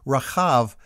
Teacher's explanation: The woman who hid the spies and who became part of the genealogies of both David and Jesus should probably be called Rahab, because the middle letter in Hebrew is the guttural chet sound. It's like trying to clear your throat while pronouncing the letter H.